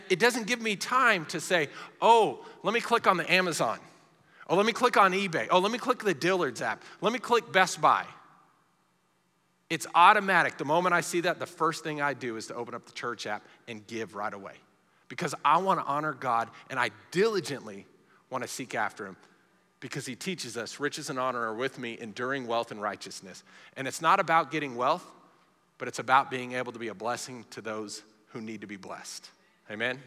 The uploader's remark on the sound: Recorded live during our Wednesday night service